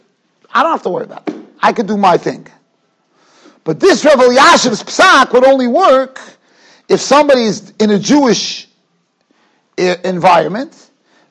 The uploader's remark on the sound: Shiur recorded in Yeshivas Ohr Reuven, Monsey, NY.